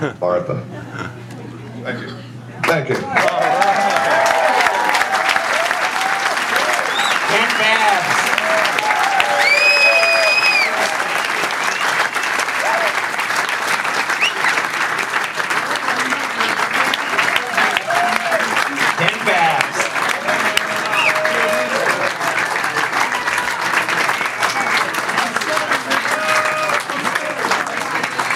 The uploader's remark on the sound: on stage at Don Quixote's